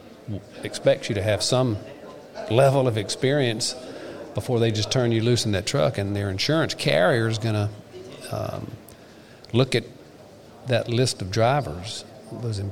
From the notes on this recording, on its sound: The Legal Bench was on hand to record interviews at the 2021 SC Trucking Association Annual Meeting at the Marriott Grande Dunes in Myrtle Beach.